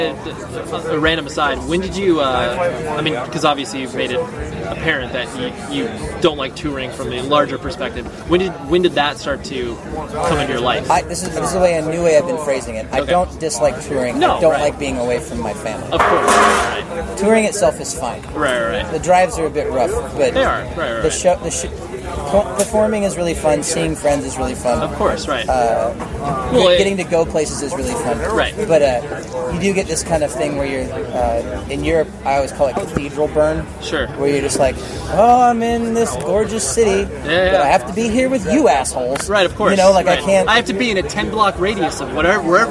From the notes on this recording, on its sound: At a show he performed here in Southern California so please forgive the background noise that you hear.